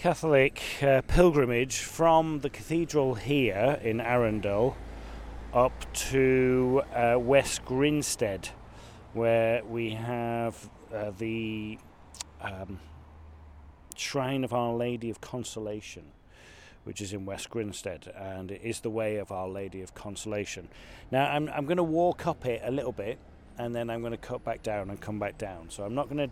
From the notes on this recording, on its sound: Join me as I discover Arundel, Arundel Park and the River Arun. Walking part of the Monarch's Way, encountering a folly, a lot of water and mud, all the while having a discussion with myself about motivation and desire.